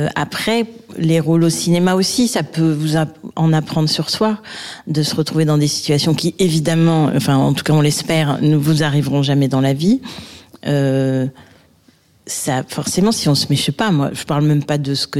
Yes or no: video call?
no